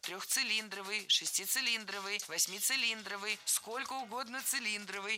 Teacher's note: Всегда ударение ставим на слог «ли», как и в исходном прилагательном без первой части «цилиндровый».